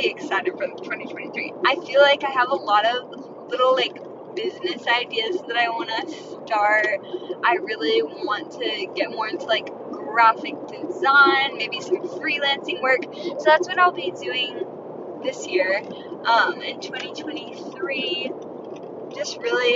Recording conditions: inside a vehicle